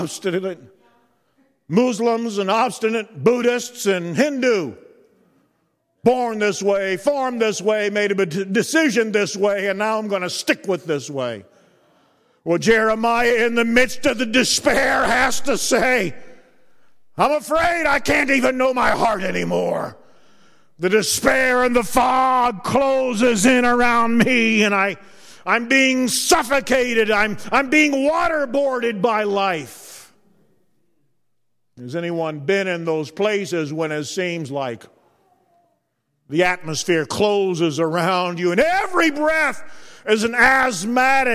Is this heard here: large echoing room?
yes